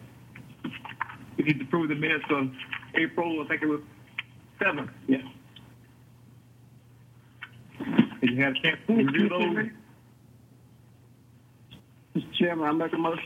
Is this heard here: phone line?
yes